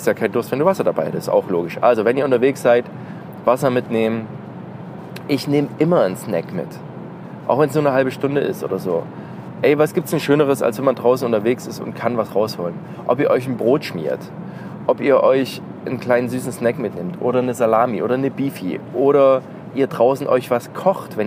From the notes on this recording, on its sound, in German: Prepared! on the Road - Q&A im Auto.